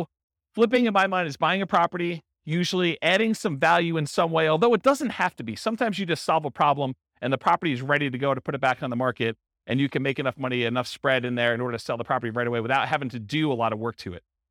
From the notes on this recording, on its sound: This was a live class recorded. Allentown, Pennsylvania.